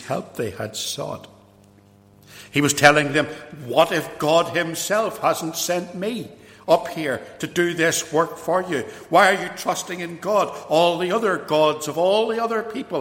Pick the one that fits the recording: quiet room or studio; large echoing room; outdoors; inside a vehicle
large echoing room